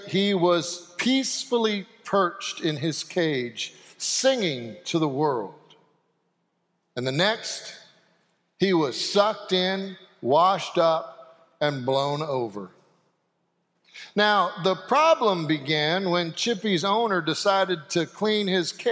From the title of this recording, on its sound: Sanctuary Service